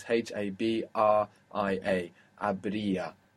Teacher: it's happening that E of haber is falling away · Term: contraction